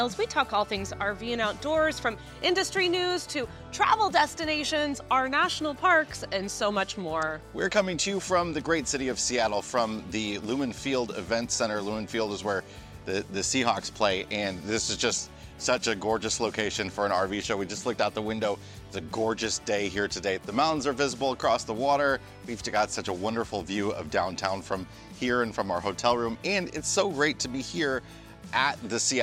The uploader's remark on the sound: In this episode we come to you live from the Seattle RV Show